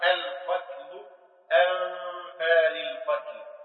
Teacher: فاذا كان العرب نطقوا هذه الكلمه قالوا القتل انفى للقتل، فيها القلقله بالقاف وان كانت طبعا مرتبطيه، وكذلك فيها الغنه بالنون